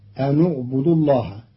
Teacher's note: قرأ قالون كلمتي أن اعبدوا بضم النون وصلا لضم ثالث الفعل، فتصير الجملة أن اعبدوا الله.